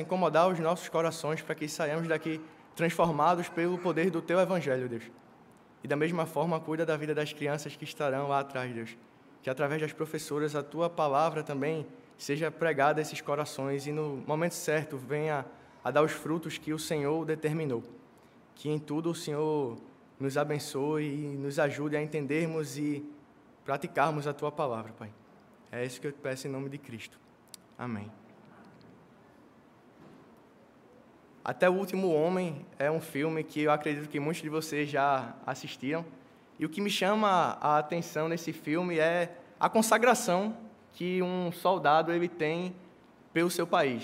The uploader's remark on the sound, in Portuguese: no culto presencial e transmitido ao vivo